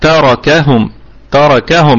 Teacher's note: الراء مفخمة وبقية الكلمة مرققة ونقف عليها بوجه واحد بسكون المحض، يعني بينا من قبل أن ميم الجمع لا روم فيها ولا إشمام، وهي في الدرجة الرابعة من درجات الغنى لأنها ساكنة.